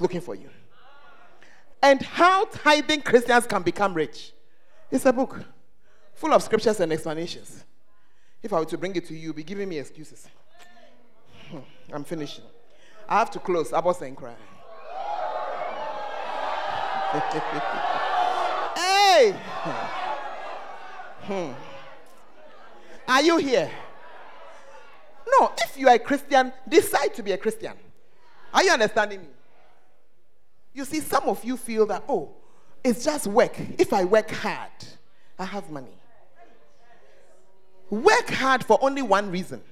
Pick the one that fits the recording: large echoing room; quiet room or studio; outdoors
large echoing room